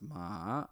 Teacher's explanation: a variable tone that goes down and then up